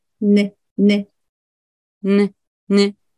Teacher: じゃないの分かります違いますね <laughs>な。なんか違うような気がします。<laughs>そうですね。え、これ、どっちかというと、カタカナに書くとしたら、んって書くよりは、ぬの方がまだ近いかなっていう感じだと思います。おそらくメモで書くとき、ぬって書いちゃうと思いますね。そうですね。でもメモ、うん、メモ書きはあのダメなんですけど、うん、<laughs>うん、どっちかといえばっていう感じで、うん音としては、唇閉じないで鼻にかけて声出して · Term: N の音